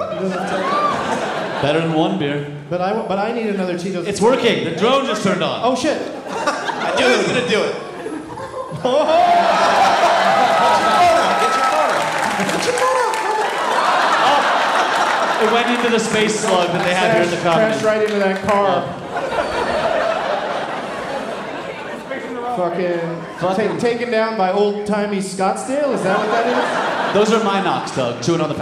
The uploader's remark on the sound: Live from the Improv in Tempe